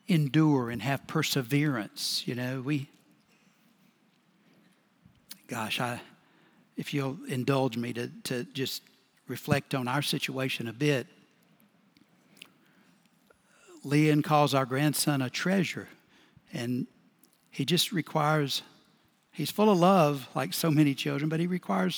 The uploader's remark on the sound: Recorded Live at Brookwood Church on 12.10.2023